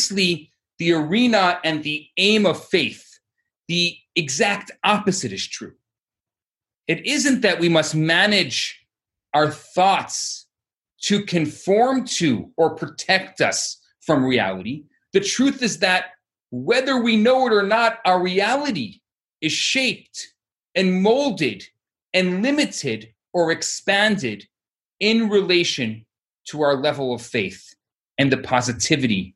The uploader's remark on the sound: Recorded Live on Zoom